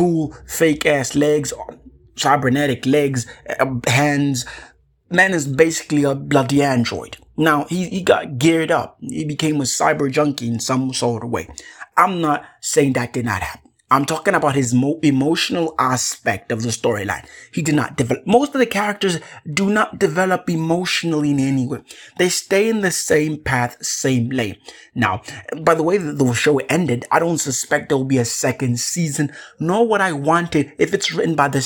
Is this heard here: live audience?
no